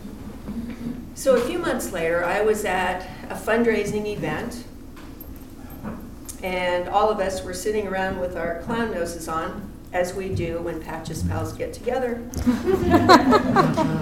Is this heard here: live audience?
yes